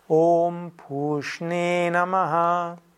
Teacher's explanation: Das E ist auch lang, weil E's immer lang sind im Sanskrit.